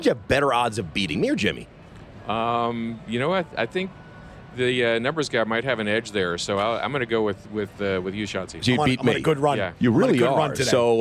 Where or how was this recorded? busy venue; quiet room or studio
busy venue